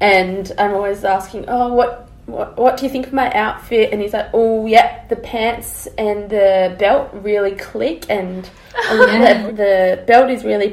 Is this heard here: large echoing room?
no